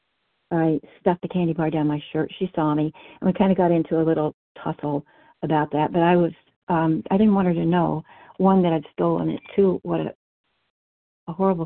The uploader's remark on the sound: 100 Pounders Phone Meeting